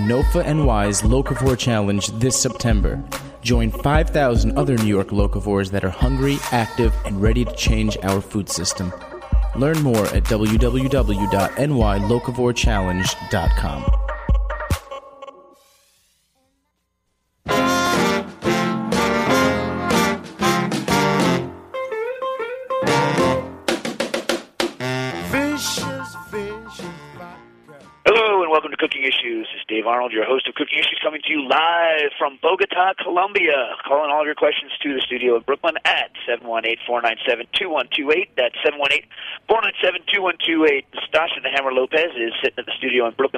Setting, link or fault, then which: link, phone line